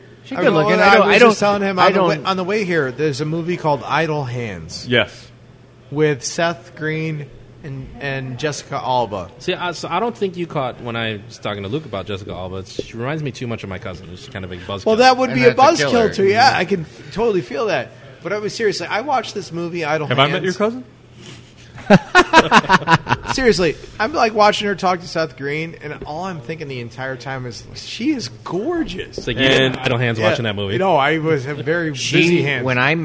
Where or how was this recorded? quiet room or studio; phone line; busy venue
busy venue